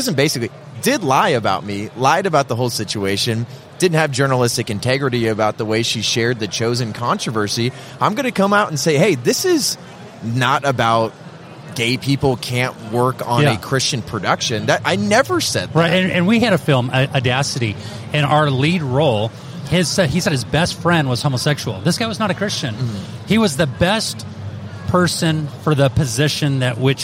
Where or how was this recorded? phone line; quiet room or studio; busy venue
busy venue